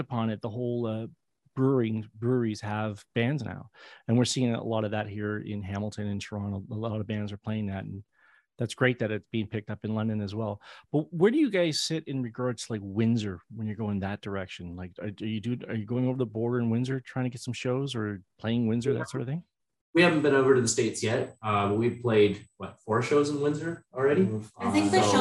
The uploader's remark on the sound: Share one camera on the Zoom link. Please note this podcast is the edited version that airs on the SCM radio show.